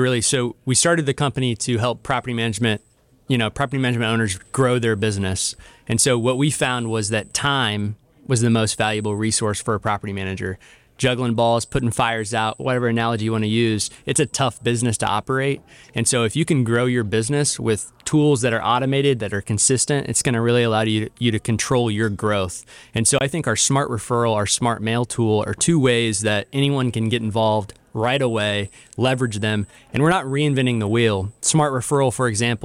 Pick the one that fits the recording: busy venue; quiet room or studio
busy venue